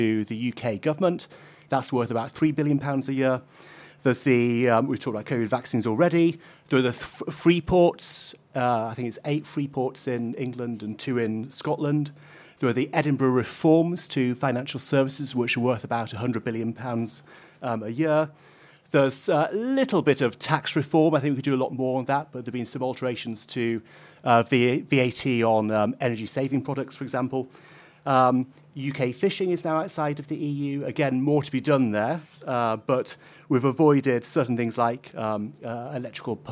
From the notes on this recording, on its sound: a fringe panel from the Conservative Party Conference